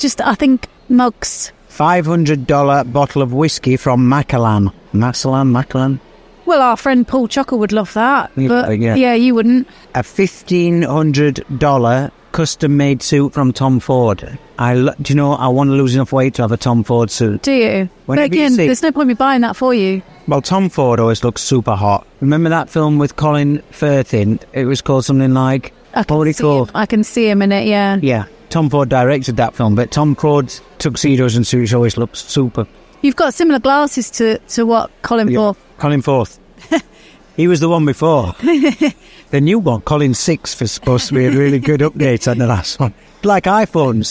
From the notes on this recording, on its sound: We sound a little different on today's episode of 'Husband & Wife Sentenced to Life' because we recorded in the mall (Ibn Battuta) in-between drop-offs & pick-ups.